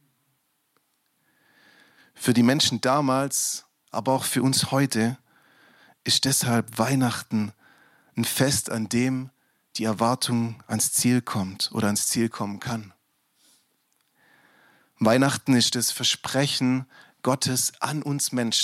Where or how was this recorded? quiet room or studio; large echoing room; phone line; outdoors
large echoing room